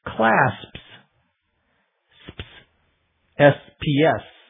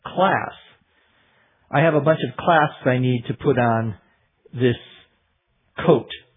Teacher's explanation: The P almost disappears in more normal, rapid pronunciation. · Shown in: second take